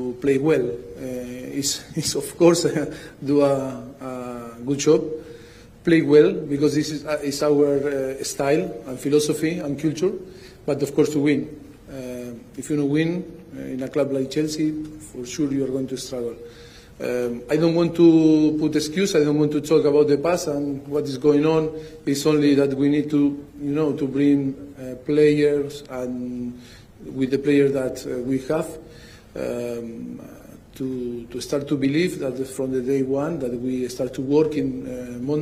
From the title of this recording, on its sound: Press Conference